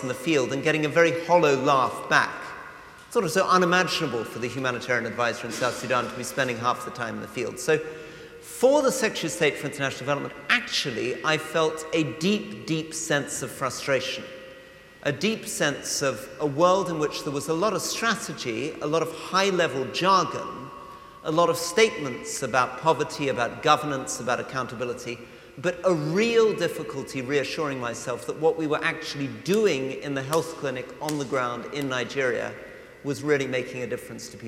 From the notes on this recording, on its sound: Listen to an edited recording of the event on this week’s podcast.